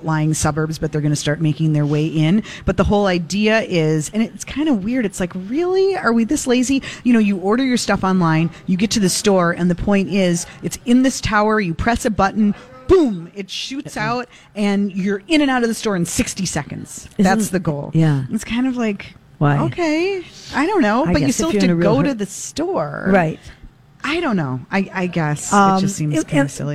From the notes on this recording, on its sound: broadcast live at Max's